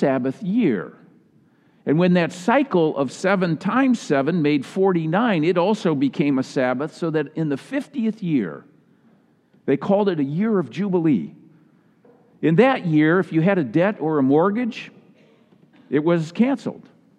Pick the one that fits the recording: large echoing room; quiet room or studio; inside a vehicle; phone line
large echoing room